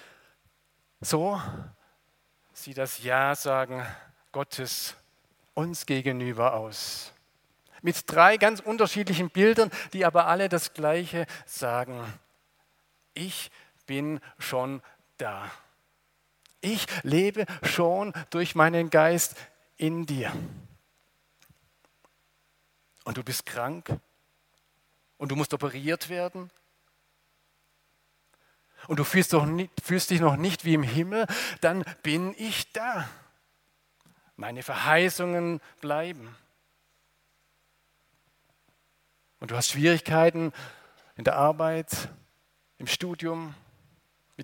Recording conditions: large echoing room